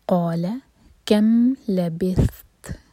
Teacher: ث یہاں پر سین کی آواز نہیں آئے گی اور تا پر ہمس ہوگی. یہاں رکیں گے تو سانس جاری، لبثت.